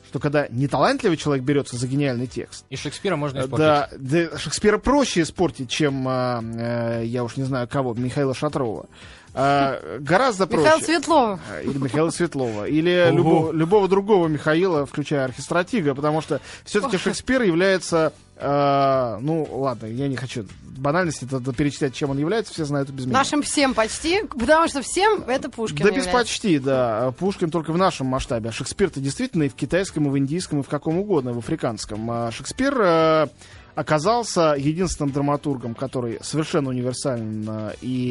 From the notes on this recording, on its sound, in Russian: по телефону